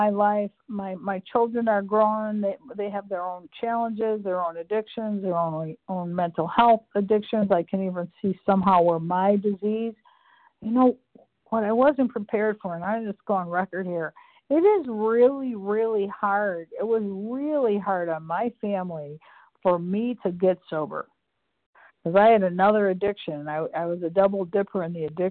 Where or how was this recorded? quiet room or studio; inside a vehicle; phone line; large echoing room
phone line